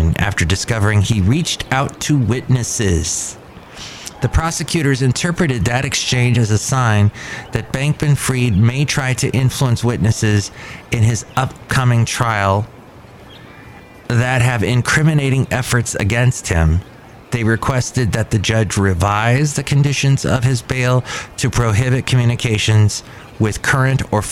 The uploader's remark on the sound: podcasts live from Cafe Anyway